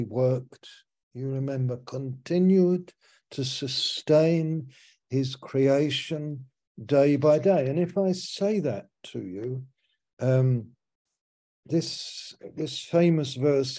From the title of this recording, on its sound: Malaysia Meets (Zoom)